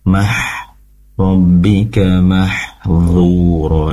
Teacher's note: Sedikit yang ingin kami koreksi ketika membaca huruf ha, mah, pastikan mengalir dari atau keluarnya dari tenggorokan bagian tengah, dan keluar nafas atau udaranya bersih atau jernih ya.